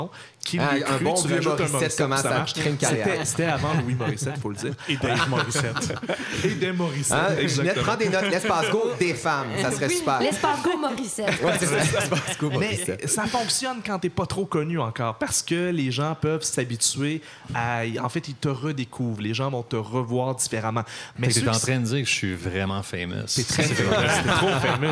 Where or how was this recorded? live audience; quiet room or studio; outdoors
live audience